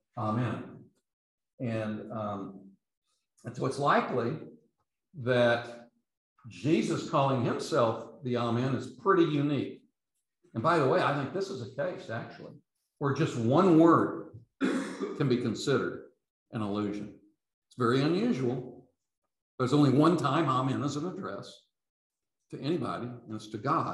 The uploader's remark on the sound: These podcasts are the recordings of the lectures.